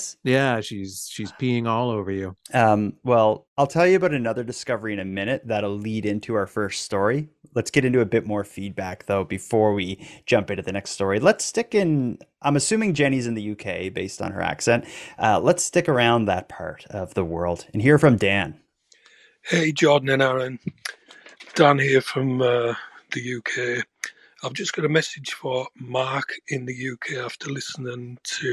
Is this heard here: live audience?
no